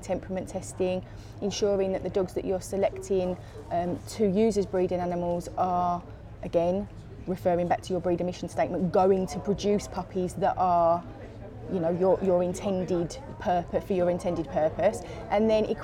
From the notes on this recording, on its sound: catches up with old friends at the first live Crufts in two years